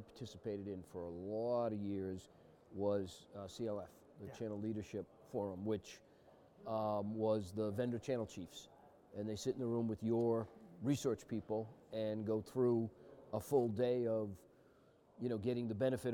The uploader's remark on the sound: Live From XChange